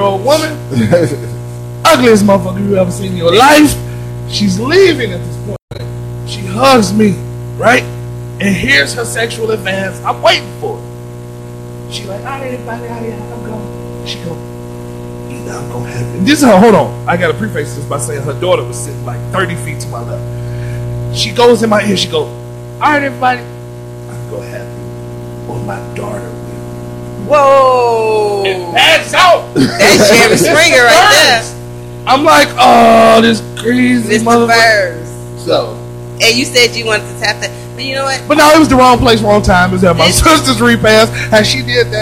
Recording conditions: poor sound quality